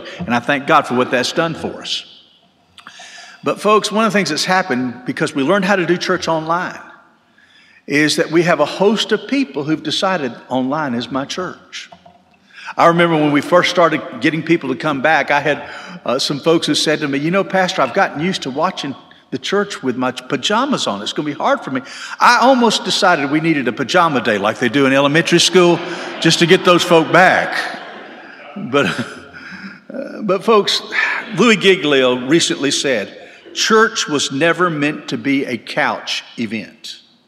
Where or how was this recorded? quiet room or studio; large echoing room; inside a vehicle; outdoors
large echoing room